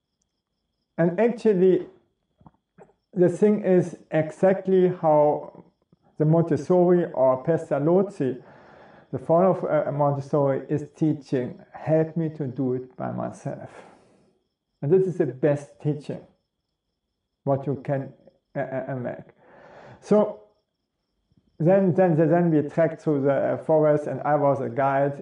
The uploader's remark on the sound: It was cold and raining, the mosquitoes and black-flies were biting like crazy and my raincoat was inside more wet than outside, so my shoes.